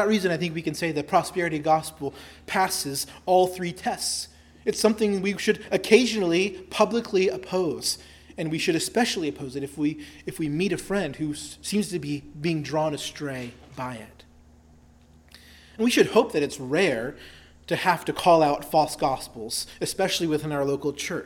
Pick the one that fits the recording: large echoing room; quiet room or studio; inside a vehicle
large echoing room